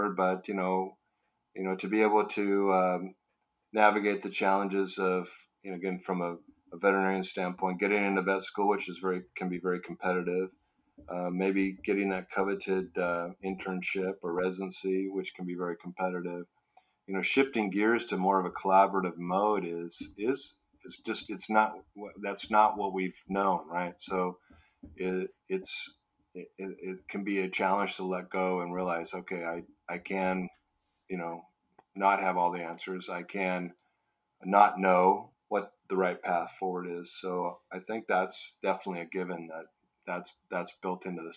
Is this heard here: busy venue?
no